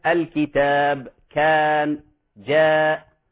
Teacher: فالحرف الذي قبل الألف حروف ترقيق، ولذلك رققت الألف تبعا للحرف الذي قبلها · Term: الألف مرققة